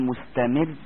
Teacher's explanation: يوريك طريقه نطق الراء، لما تيجي تنطق راء مفخمه هتلاقي اللي اشتغل فيها ايه ظهر اللسان، لكن الراء المرققه لما تقول مستمر هتلاقي اللي اشتغل طرف اللسان مش ظهر